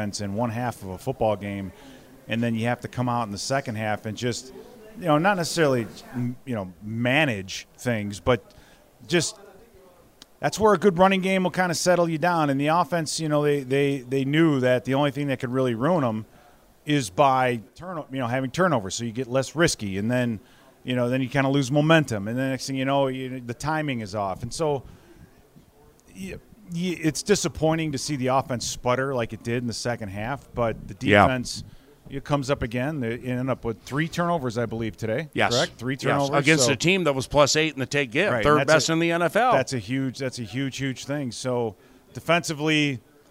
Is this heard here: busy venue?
yes